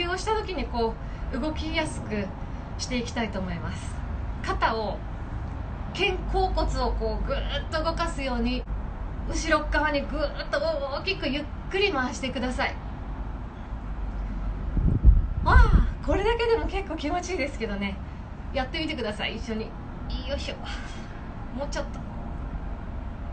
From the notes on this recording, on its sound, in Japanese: インスタライブの音声です